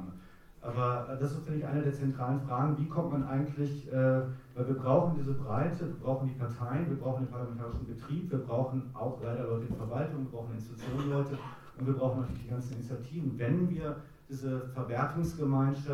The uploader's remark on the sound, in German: Audiomitschnitt der Veranstaltung vom 24.01.2018.